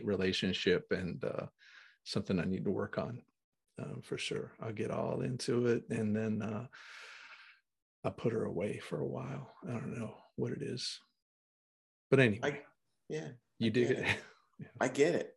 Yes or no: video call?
yes